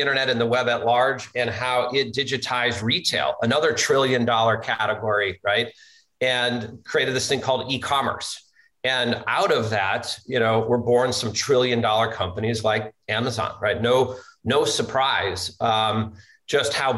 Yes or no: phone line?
no